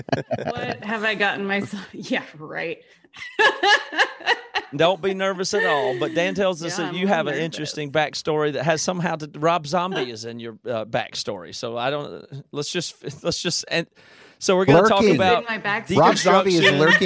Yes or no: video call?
no